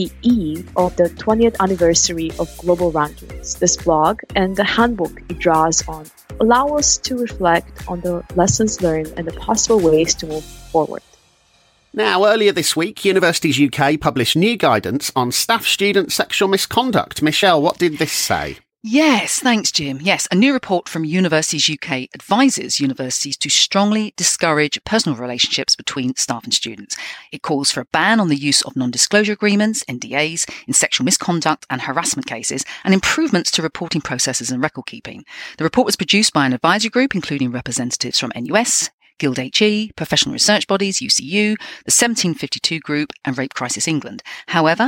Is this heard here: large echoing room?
no